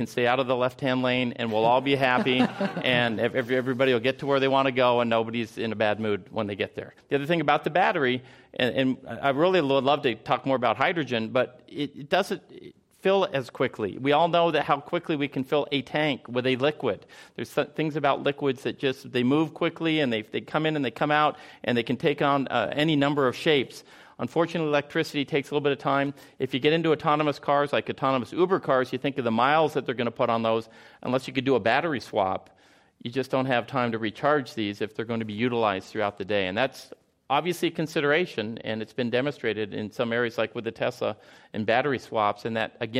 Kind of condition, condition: setting, live audience